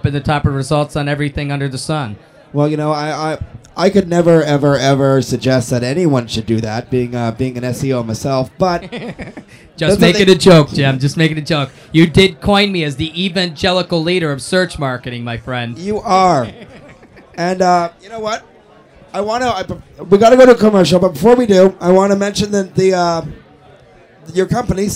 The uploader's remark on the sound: SES New York 2007 On Location. Live from the show floor.